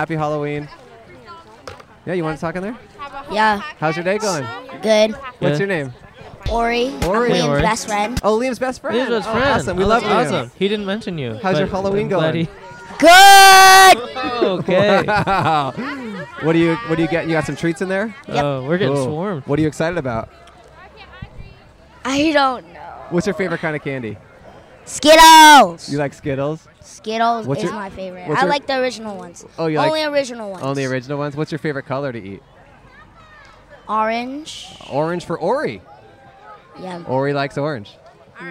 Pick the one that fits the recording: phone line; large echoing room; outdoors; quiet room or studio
outdoors